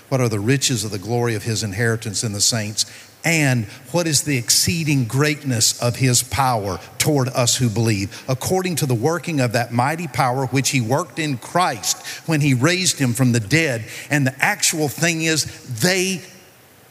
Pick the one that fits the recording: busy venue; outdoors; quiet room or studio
busy venue